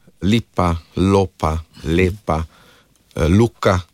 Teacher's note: pred samoglasniki je tukaj zadlesnični, apikalni, torej s konico jezika se dotaknem tam, zadlesnijo in izgovorim L, lipa, lopa, lepa, luka. · Term: zadlesnična L